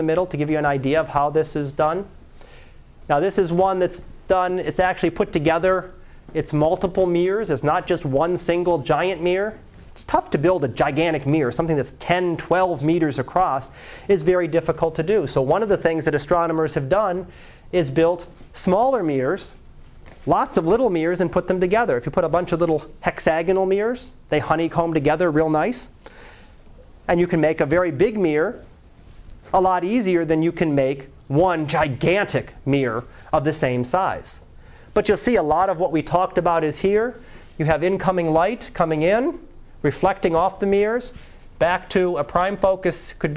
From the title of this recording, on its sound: Live Class Lecture 2012 Sep 12